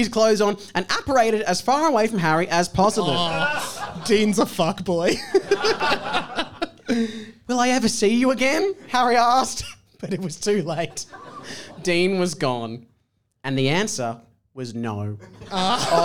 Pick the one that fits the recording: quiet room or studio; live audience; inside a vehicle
live audience